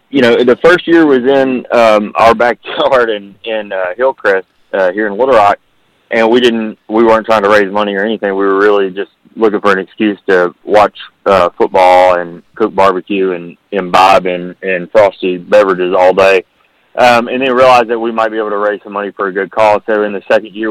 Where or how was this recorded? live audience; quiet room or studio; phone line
phone line